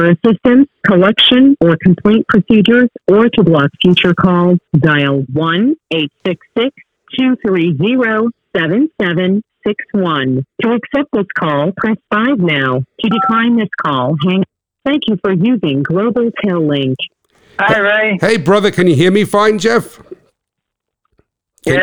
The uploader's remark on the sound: This episode was recorded over the telephone. An inmate in the NJ State Prison System.